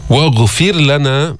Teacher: رققنا الراء لأنها سكنة قبلها مكسور